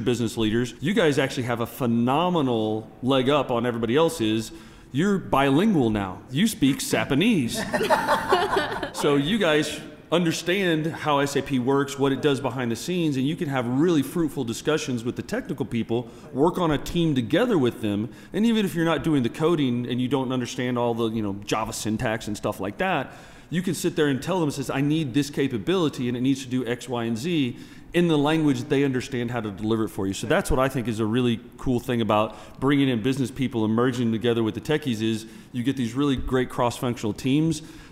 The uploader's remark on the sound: Recorded live at SAP TechEd 2016 in Las Vegas.